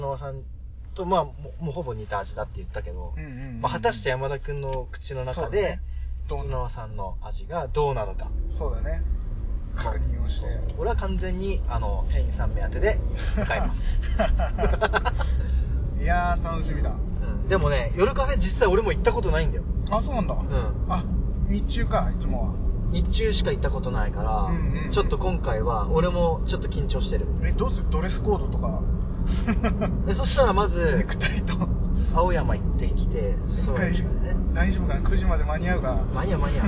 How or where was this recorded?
inside a vehicle